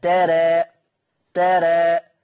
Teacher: في الوقف. يبقى حكم الألف وقفا التقليل قولا واحدة